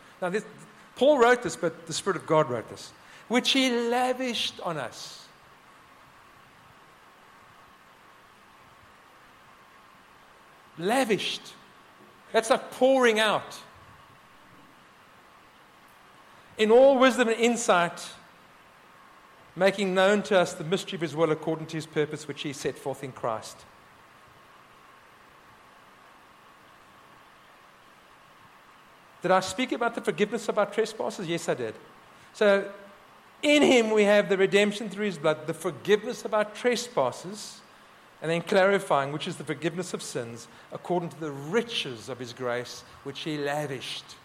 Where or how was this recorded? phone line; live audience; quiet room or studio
live audience